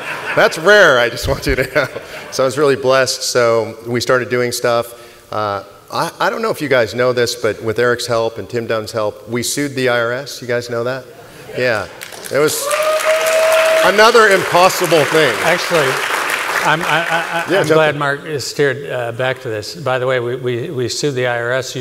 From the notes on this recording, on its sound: This interview was originally recorded at the 2019 COS Leadership Summit.